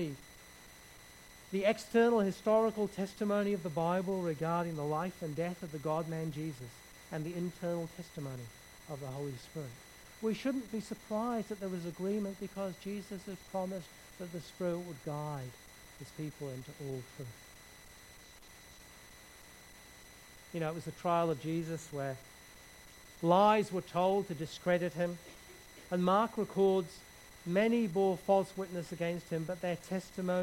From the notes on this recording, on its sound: background hiss throughout recording